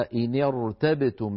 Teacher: لاحظتم أني لما قرأت فخمت الراء